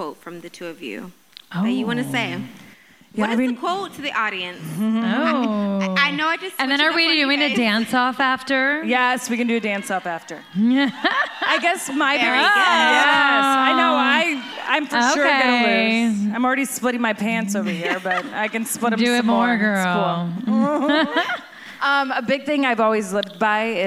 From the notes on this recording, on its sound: Live from Gila River Resorts & Casinos - Wild Horse Pass in Chandler, Arizona, doing what they do best: putting on a live show!